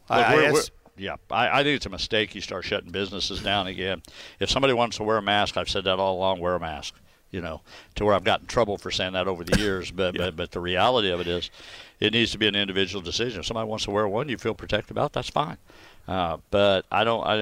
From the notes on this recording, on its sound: Live from Jefferson City's Capitol Rotunda.